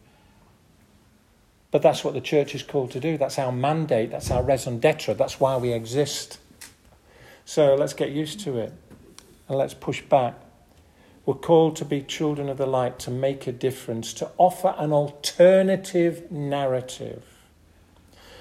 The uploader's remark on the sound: This audio recording was taken from the 10:30 Cafe style service at St Oswald's Church, Askrigg.